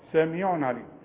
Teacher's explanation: يجي تنوين وبعده عين ما فيش غنة خالص في عموم المصحف اظهر سميع عليم.